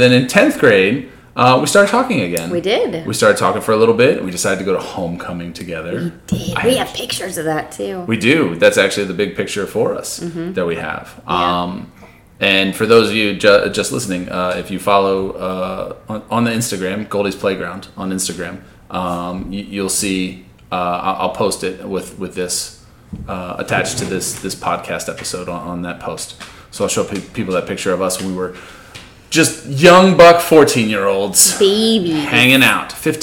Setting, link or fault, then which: fault, sounds in the background